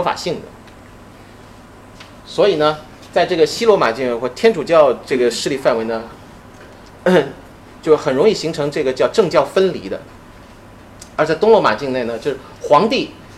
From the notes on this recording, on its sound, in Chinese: 本系列音频是由“复兴论坛”系列讲座录音整理而成